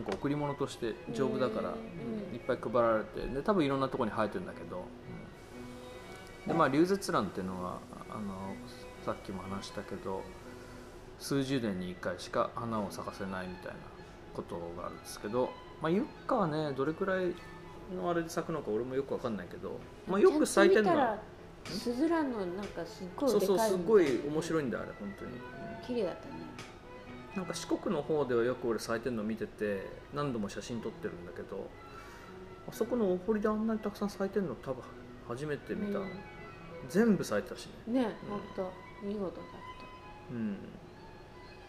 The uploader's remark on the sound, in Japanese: 喫茶店でのほろ酔い話。いつになく緩いトークと素敵な環境音をお楽しみください。